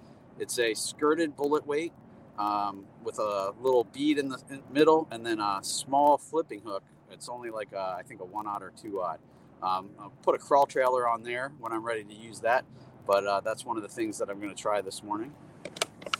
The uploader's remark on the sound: Comes at you live on the water as he runs you through how he approaches a body of water.